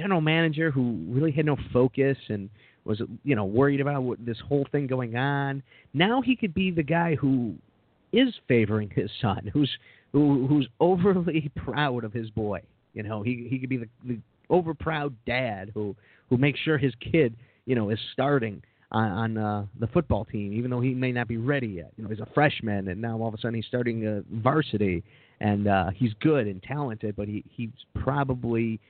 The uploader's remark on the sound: Live Call In Show. It's LIVE, anything can happen.